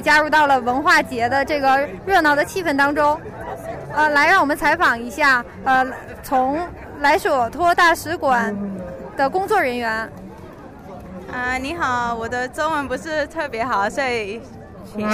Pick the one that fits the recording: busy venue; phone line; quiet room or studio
busy venue